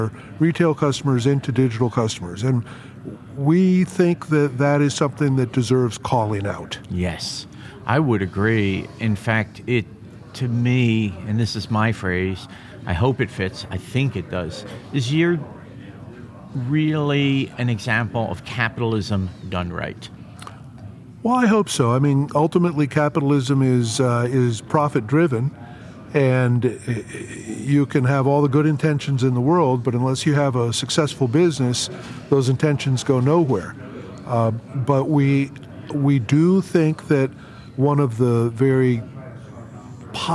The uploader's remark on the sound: LIVE FROM MONEY 20/20